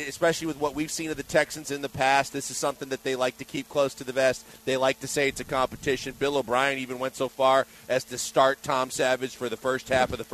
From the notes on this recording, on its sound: LIVE from Drift Bar in the Heights!